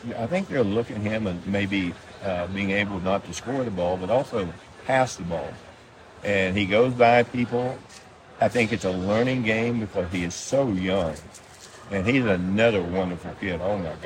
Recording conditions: background noise